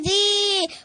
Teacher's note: ياء مد طبيعي حركتين